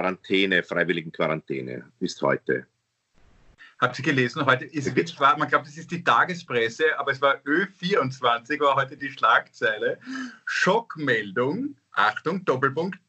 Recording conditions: video call